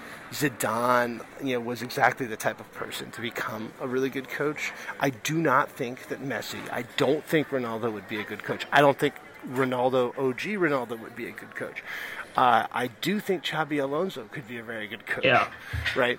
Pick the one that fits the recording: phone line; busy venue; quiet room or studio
busy venue